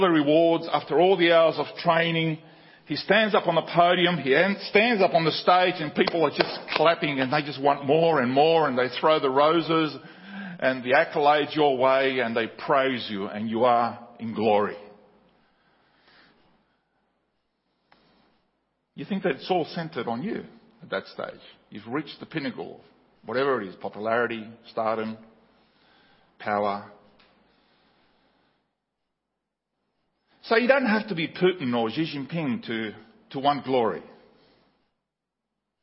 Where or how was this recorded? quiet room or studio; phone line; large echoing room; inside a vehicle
large echoing room